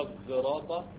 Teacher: الصاد المشمة بصوت الزاي